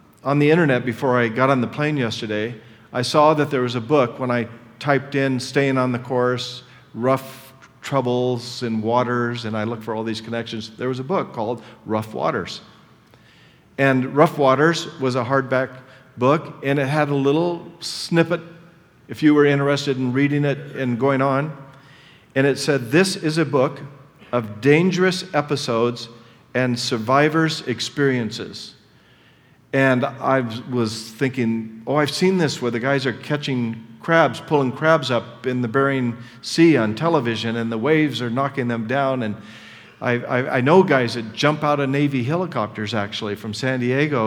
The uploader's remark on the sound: Session 3 from the 2010 Southwest Men's Conference